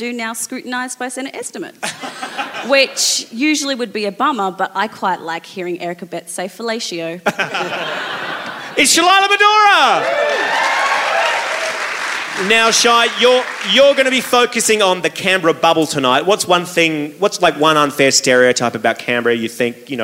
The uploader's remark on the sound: This is recorded live at The Street Theatre in Canberra. A huge satire-thirsty crowd turned up for our first ever from the capital.